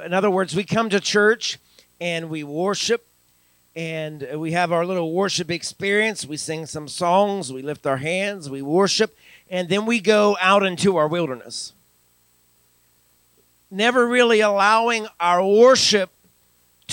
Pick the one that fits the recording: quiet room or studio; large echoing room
large echoing room